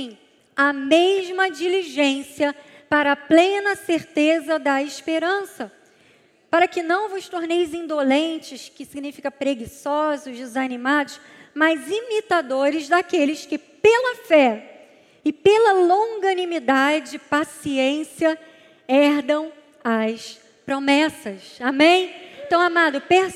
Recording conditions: large echoing room